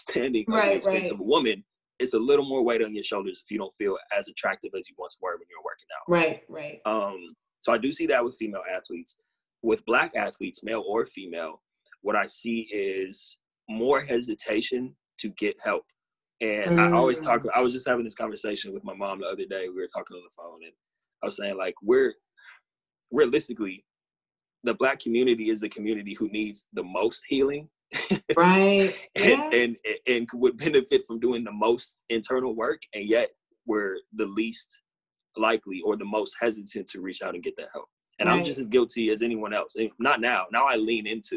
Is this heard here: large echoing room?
no